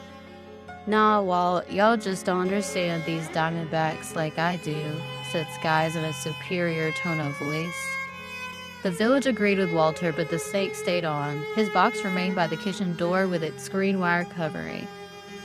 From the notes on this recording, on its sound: We're live from the SHE WELL READ Haunted House